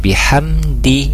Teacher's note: mim sukun bertemu dal, jadi izhar safawi, tidak ditahan, tidak didengungkan seperti itu, jadi biasa aja bihamdi.